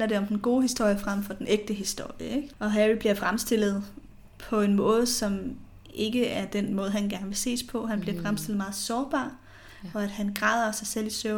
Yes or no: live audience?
no